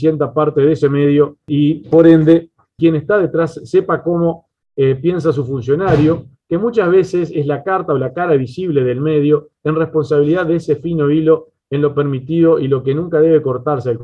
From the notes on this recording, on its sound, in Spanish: Mesa Redonda Virtual